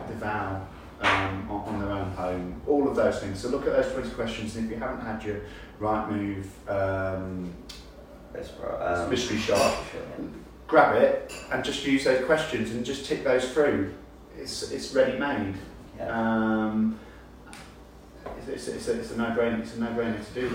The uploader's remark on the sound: are in San Francisco at the NAR Conference